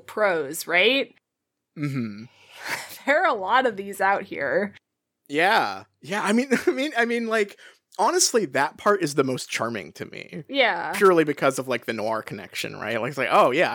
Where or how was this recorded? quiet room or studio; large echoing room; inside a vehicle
quiet room or studio